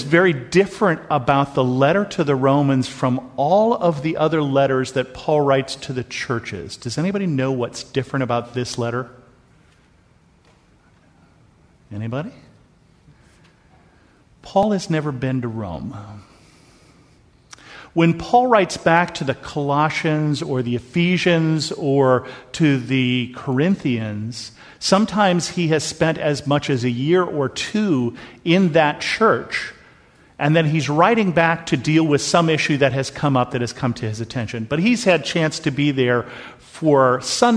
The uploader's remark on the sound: This episode is a sermon that I preached at Bethel Lutheran Church in Cupertino.